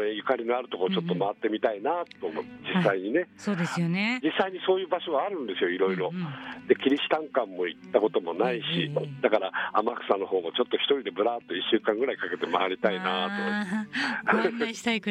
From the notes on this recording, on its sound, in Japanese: 電話インタビュー